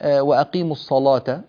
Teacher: لاحظنا أننا غلظنا اللام كما ذكرنا من قبل في الأحكام، لام مفتوحة وقبلها صاد مفتوحة فتغلظ بناء على القاعدة.